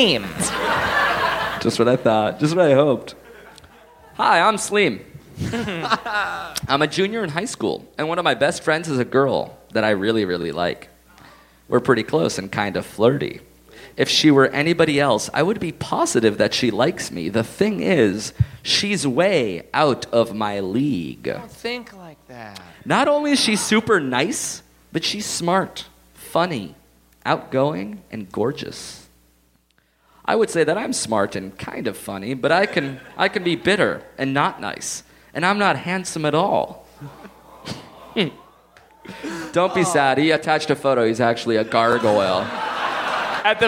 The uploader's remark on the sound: Live from Montreal!